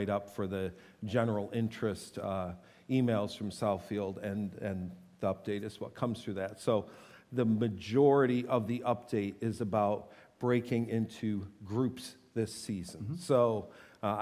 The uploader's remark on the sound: This teaching was delivered on Sunday, January 28, 2024 at SouthField Church.